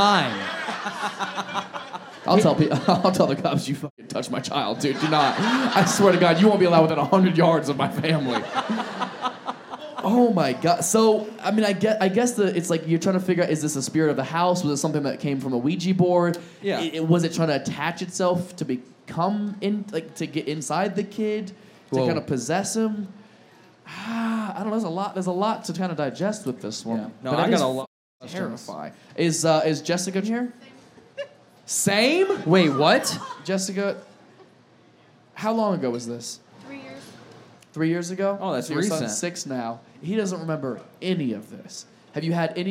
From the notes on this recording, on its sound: Live Show Start. This episode was filmed in front of a live audience at Funny Bone in Phoenix Arizona in May 2023.